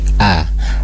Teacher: di huruf hamzah di awal ya, kurang dibuka, kemudian kurang ke bawah gitu ya makhrajnya. A, jadi tidak A, tidak A, tapi A.